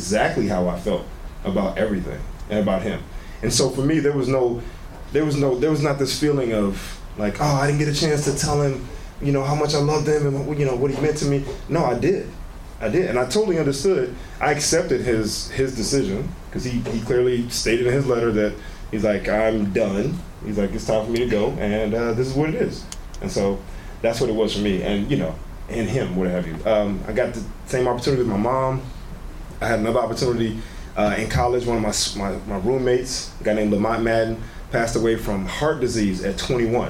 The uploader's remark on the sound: LIVE Podcast from the Punch Line San Francisco.